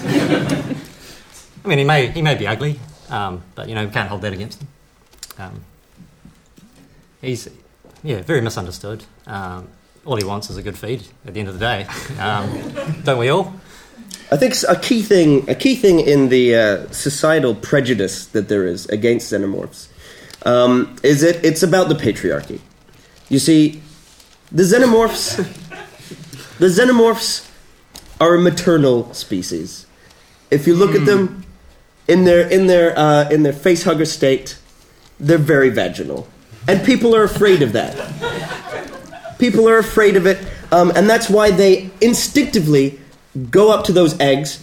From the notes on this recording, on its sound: A brand new panel show recorded live at Orange Studio in Christchurch, New Zealand.